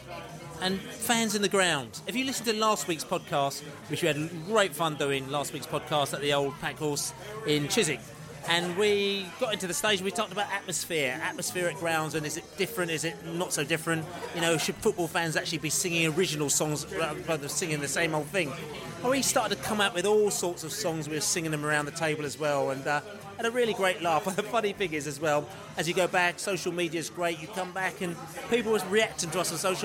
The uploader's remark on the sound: On our Newcastle pre-match podcast from the pub. In the White Hart pub in Southwark.